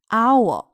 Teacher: 在美式发音里面它读的是 owl，后面那个 l 呢，它是有一点点要发出来的 · IPA: [aʊl]